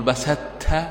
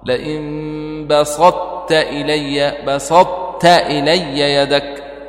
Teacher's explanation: كلها تجعلها مثل الطاء ولا يجوز أن تقول بسدت تاء خالصة تدغم الطاء ولكن تبقي صفة الإطباق · Shown in: second take